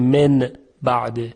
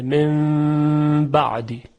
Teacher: نون قلب به میم میشود با حالت غنه · Shown in: second take